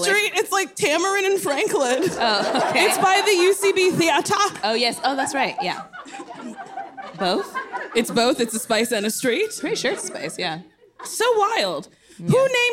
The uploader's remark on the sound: Live shows are back! Live at the Largo. Lots of audience questions.